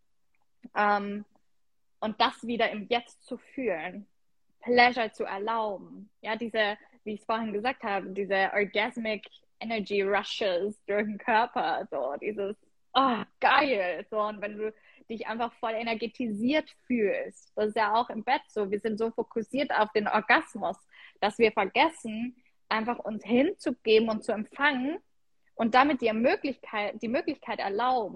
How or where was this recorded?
video call